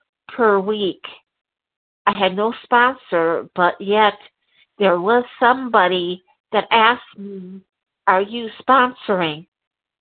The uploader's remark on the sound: 100 Pounders Phone Meeting, 2/11/23